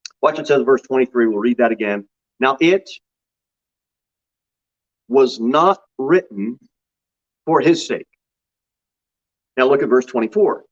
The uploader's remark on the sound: Sermon delivered at Pilgrim Baptist Church on Sunday, July 31, 2022 at 11:15 am. Jere Whitson Rd. Pilgrim Baptist Church is a bible-believing, independent Baptist church.